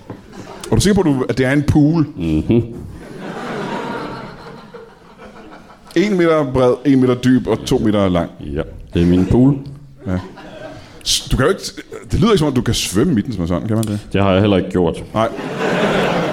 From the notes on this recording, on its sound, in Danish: LIVE fra UP Festival på Comedy Zoo. Optaget under UP Comedyfestival på Comedy Zoo i København.